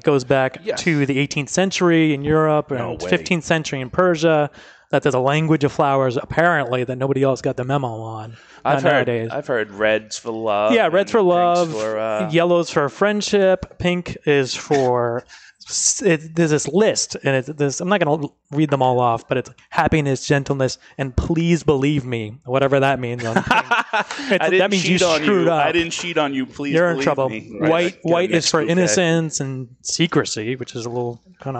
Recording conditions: busy venue